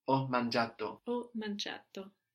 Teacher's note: we don't hear that I. That I is just softening the G.